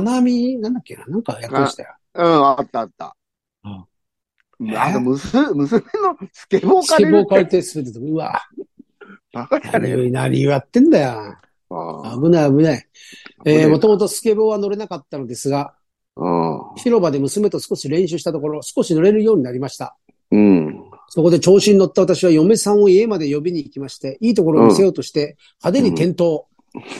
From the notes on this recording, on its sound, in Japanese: ZOOMで収録